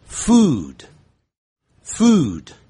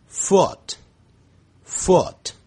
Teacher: u 是长的元音，练的时候嘴型较扁，u 声音可以拉长一些。a 是短的元音，练的时候声音较短促